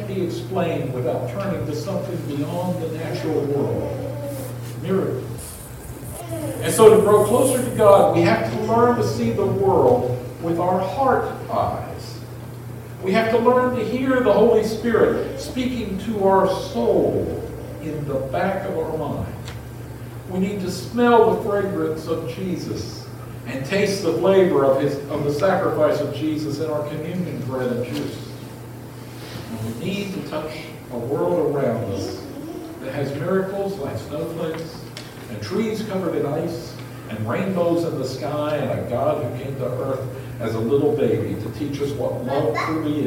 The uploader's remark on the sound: Apologies for the audio quality. Our primary audio system died, so this was recorded from the backup system.